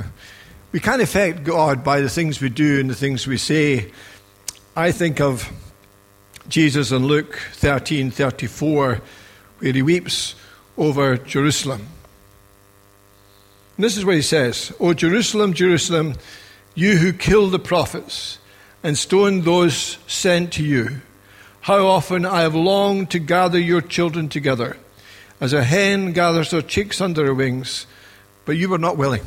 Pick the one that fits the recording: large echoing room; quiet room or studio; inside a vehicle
large echoing room